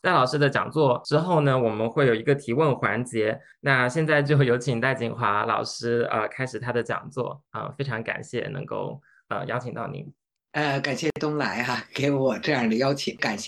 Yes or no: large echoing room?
no